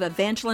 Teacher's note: The last syllable of Evangeline's name is pronounced with a short I, as in Lynn.